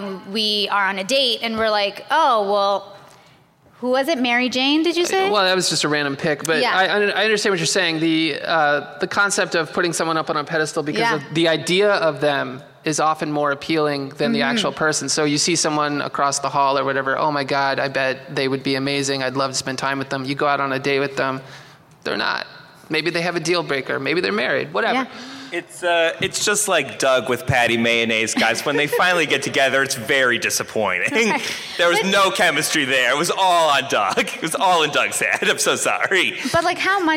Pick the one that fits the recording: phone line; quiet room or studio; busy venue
busy venue